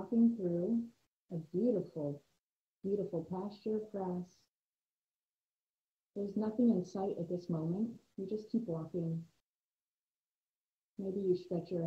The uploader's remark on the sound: I want to first apologize for the audio quality that occurred during this recording.